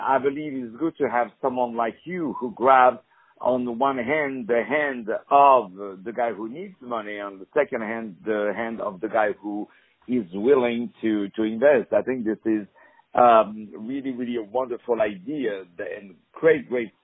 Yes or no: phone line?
yes